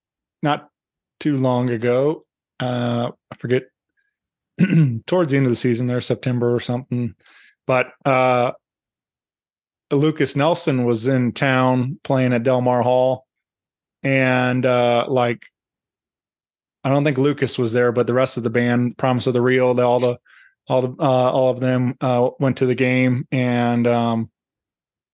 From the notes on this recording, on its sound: Joins me via Zoom.